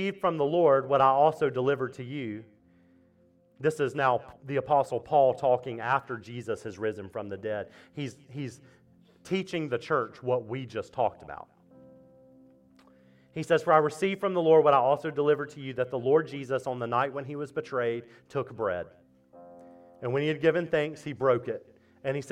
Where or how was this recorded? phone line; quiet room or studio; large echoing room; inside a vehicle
large echoing room